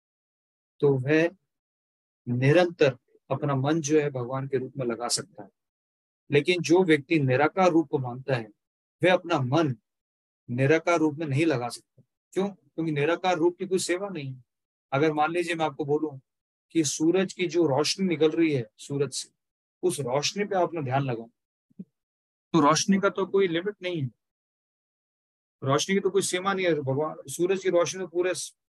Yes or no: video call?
yes